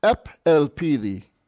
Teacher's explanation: a vowel has been dropped because the first letter of the next word is a vowel · Term: elision